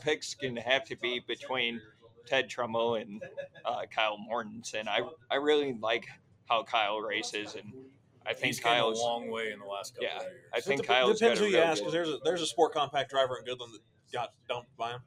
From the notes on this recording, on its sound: Live from RPM's test and tune night ahead of the 2023 Mike Hughes Memorial Sunflower Classic